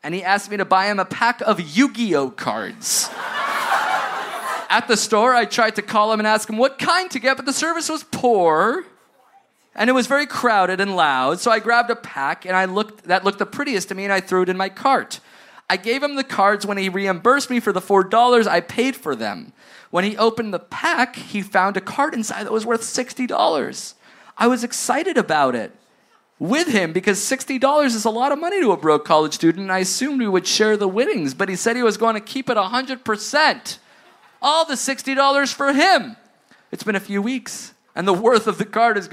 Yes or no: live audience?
yes